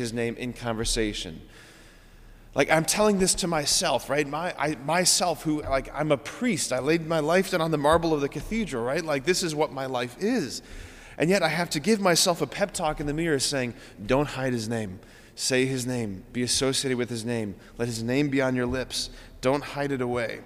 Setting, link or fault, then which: setting, large echoing room